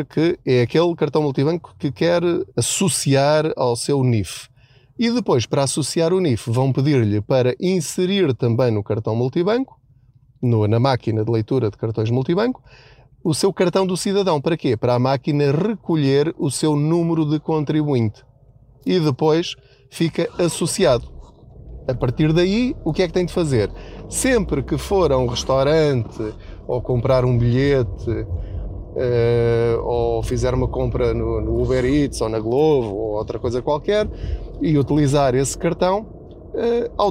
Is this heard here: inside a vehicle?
yes